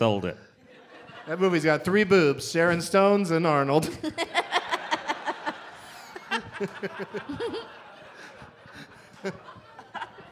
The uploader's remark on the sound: Live from Hilarities in Cleveland.